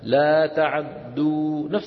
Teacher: فبعض القراء قرأها بعين مفتوحة فعدوا، وبعضهم اختلس هذه الفتحة، فتحة العين